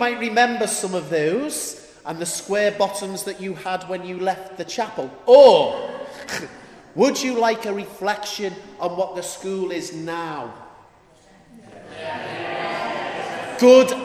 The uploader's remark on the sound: Live from the School. Wow just 2 weeks since the 2014 Reunion and here is the podcast that we recorded live in the Chapel. There is none of the usual events and things, the whole thing was done at school.